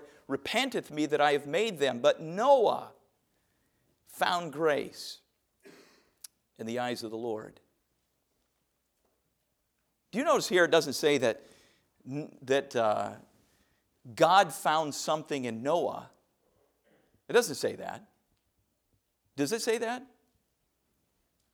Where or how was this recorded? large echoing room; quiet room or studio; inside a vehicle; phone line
large echoing room